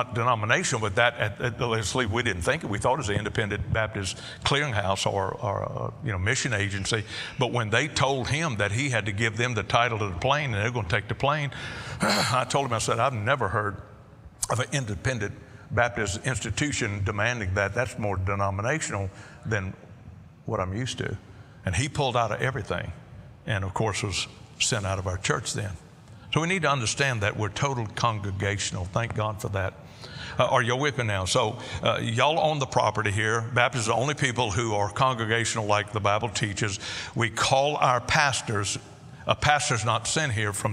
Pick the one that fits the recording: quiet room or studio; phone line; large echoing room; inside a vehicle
large echoing room